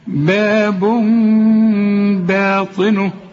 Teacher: اصلها باب تنوين، تنوين يجي بعده به بيقول لك هنا اقلاب، اقلاب اقلب التنوين لميم، باب اقلب التنوين ده لميم، وبعد لما تقلبه اخفيه وغن، وما تستعملش شفايفك هنا وتضمها